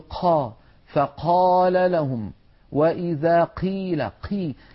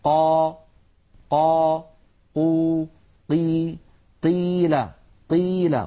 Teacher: القاف مر معنا منذ قليل أنها حرف مجهور يعني ينحبس نفسه تماما، ففي بعض العاميات المعاصرة اعتاد بعض الناس أن يقول قا، فقال لهم وإذا قيل قي، يجعلون كمية من الهواء تتدفق مع صوت القاف المتحركة · Shown in: first take · قا قو. هذا لا يصح لأن القاف حرف مجهور. · Term: همس القاف